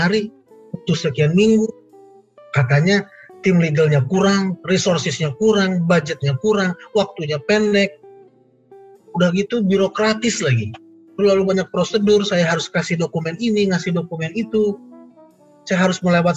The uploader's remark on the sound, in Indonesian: dari hasil rekaman Webinar